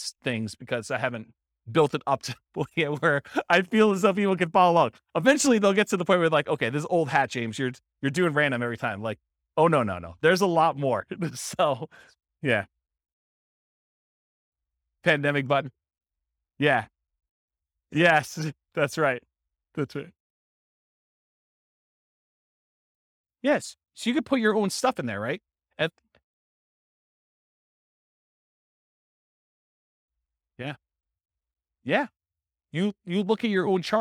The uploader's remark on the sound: This was a live class recorded